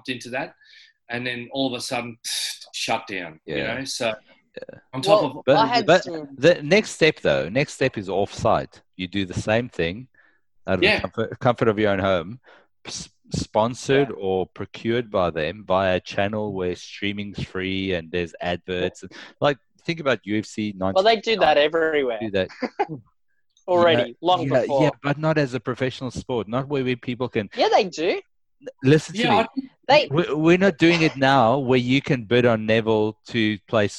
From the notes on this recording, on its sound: social distancing via ZOOM